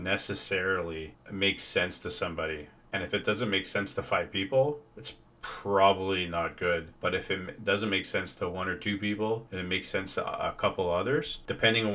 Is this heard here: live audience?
no